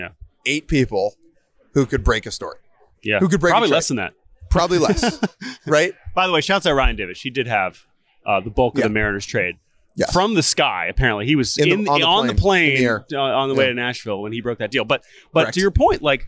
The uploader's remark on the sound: LIVE From the Winter Meetings